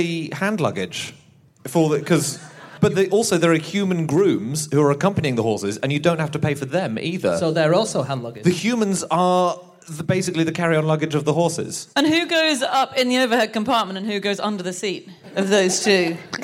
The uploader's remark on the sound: Live from New York